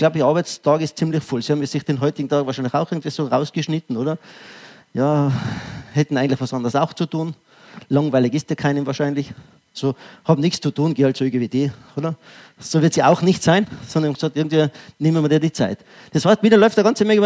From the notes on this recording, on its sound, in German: Ausschnitt aus dem ÖGWT-Vortrag "Wirksame Mitarbeiterführung". LIVE.